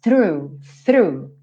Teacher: E só lembrando de começar com o som do ffff, linguinha lá nos dentes da frente, porque a gente tem TH. E volta com essa língua já fazendo R